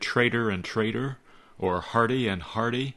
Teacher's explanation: the letters T and D are almost indistinguishable when you speak quickly